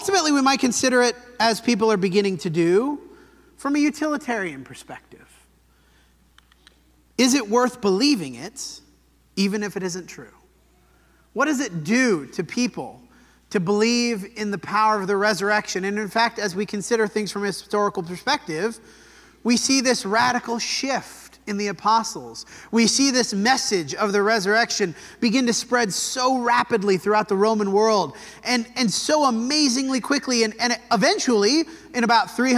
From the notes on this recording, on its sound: This sermon was preached at the Dewey Church of Christ on October 1, 2023.